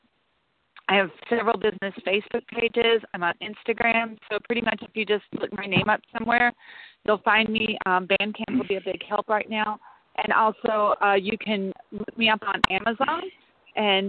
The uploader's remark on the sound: We are a call-in show and will be talking with merchants and others who have knowledge of the impact.